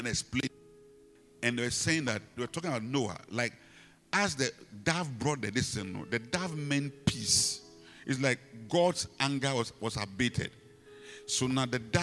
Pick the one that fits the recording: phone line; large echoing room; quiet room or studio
large echoing room